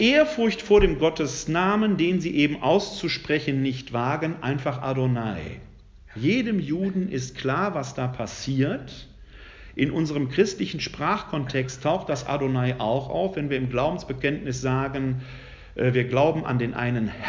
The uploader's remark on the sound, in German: Mitschnitt des Vortrags